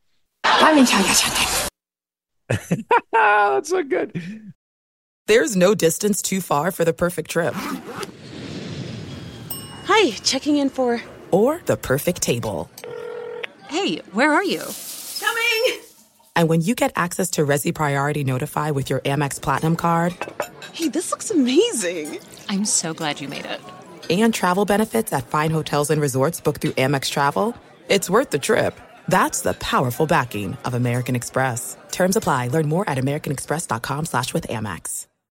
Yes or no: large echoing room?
no